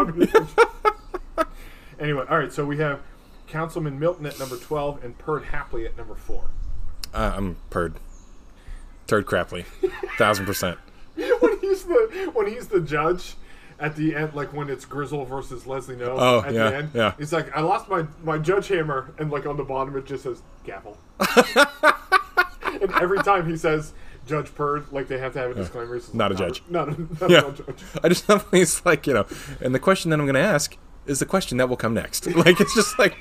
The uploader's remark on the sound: Record in their new, al fresco studio. Listen closely for the sounds of Mother Nature, emergency sirens.